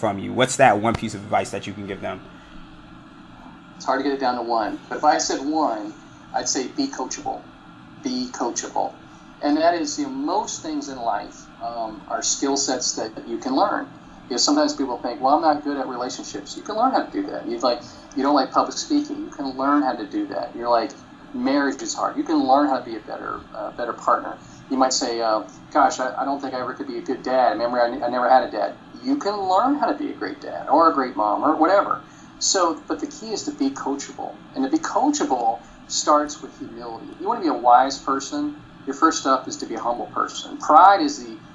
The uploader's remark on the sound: Let me just go ahead and apologize now for the bad audio quality! I forgot to turn the ac off before recording and didn't think it would turn out this bad.